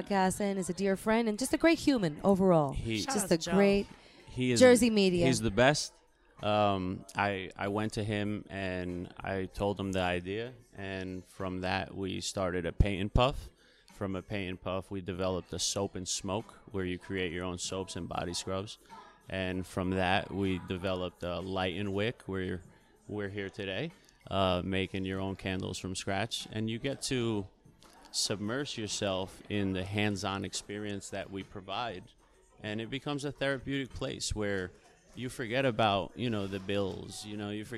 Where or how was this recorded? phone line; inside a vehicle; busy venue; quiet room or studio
busy venue